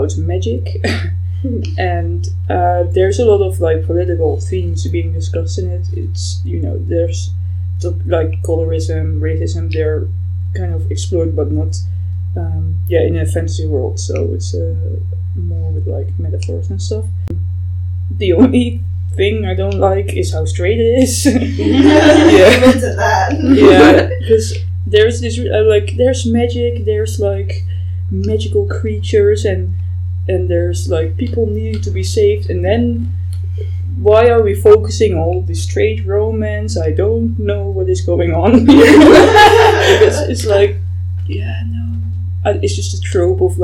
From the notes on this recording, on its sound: The sound quality of this episode is quite bad, apologies for that. We are hoping to invest in better sound equipment in the future.